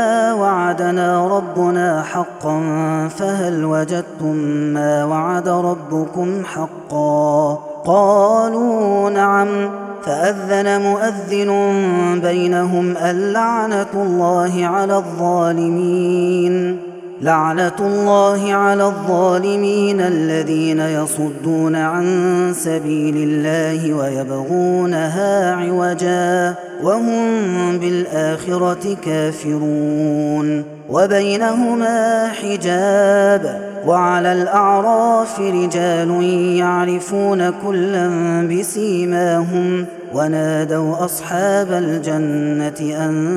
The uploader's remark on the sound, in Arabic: هذا التسجيل من صلاة التراويح.